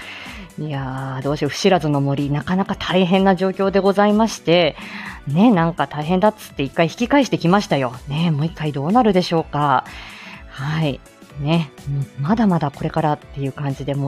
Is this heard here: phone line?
no